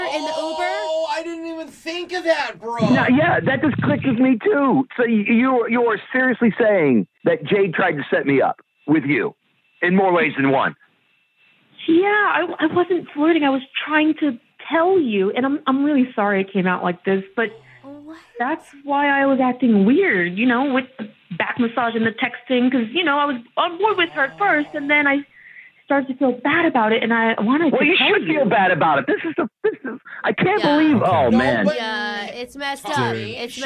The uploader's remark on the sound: an Awkward Tuesday Phone Call